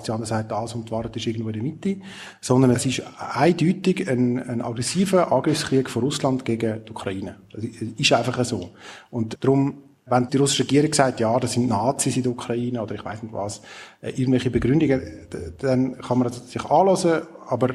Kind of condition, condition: setting, live audience